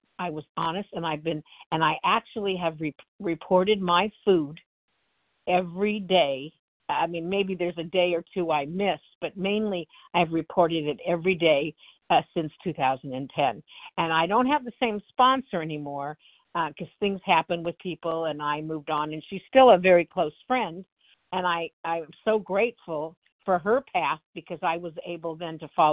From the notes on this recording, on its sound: the 100 Pounders Phone Meeting, 12/12/23